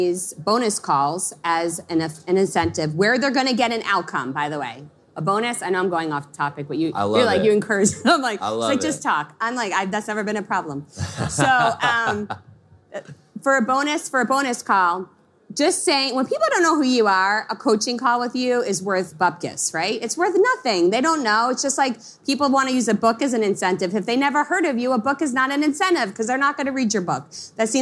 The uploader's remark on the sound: This episode of the DigitalMarketer podcast has been taken straight from the Traffic & Conversion stage and right to your headphones.